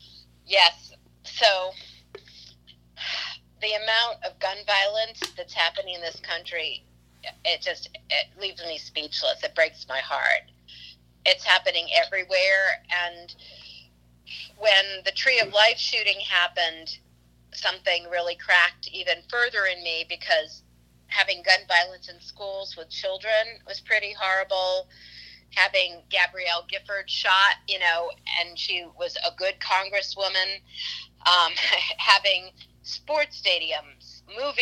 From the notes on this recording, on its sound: burnt the phone lines